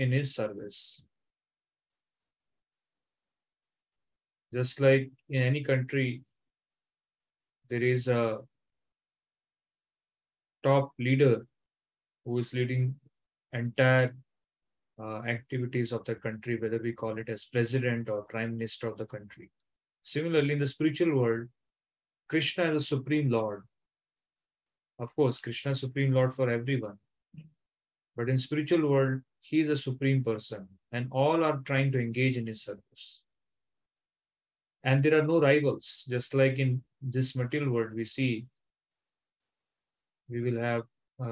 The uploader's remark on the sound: Zoom recorded class